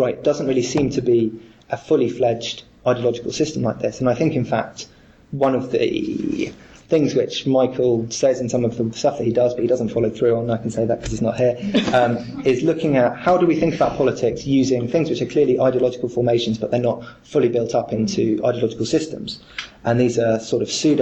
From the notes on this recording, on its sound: Part of the Politics in Strange Places conference held in Oxford in September 2010.